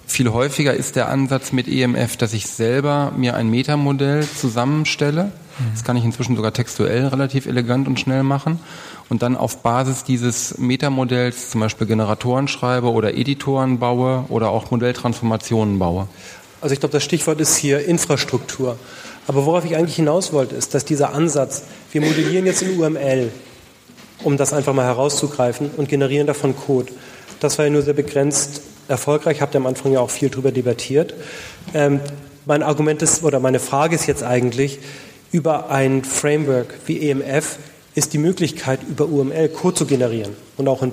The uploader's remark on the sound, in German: Der SoftwareArchitekTOUR-Podcast ging tatsächlich auf Tour und besuchte die rheinjug in Düsseldorf, um im Rahmen einer Podiumsdiskussion.